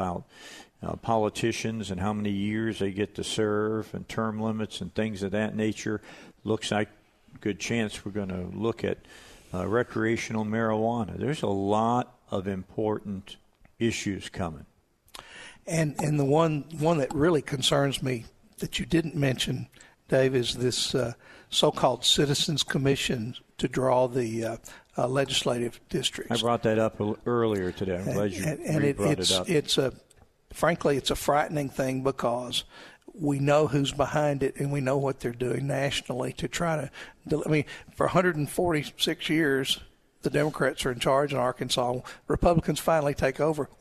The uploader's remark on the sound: Live at the State Capitol for Filing Day!